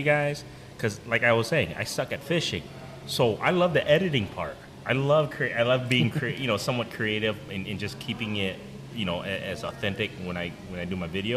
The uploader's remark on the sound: BFFs are on location at Des Moines branch of Peace Tree Brewing Company.